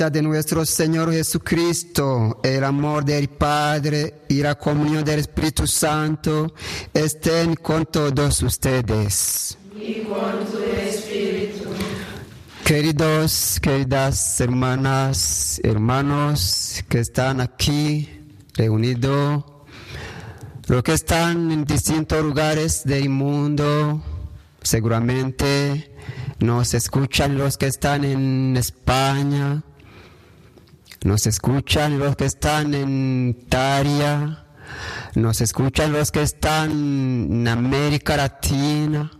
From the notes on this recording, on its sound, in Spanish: Retransmitimos desde el Santuario de Kibeho la Santa Misa.